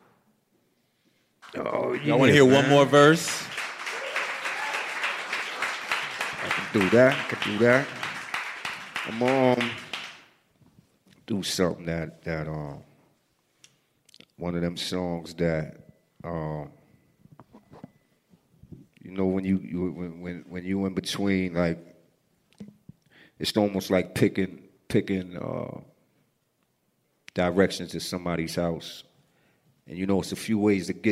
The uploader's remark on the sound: It was recorded at a WeWork space in Manhattan in front of a great crowd.